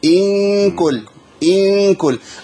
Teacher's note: اقرب طرف لساني لمخرج النون لكن ما يلمسش مخرج النون · Term: غنه اخفاء